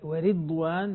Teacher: ورش يكسر الراء، يعني ورضوان بالراء المكسورة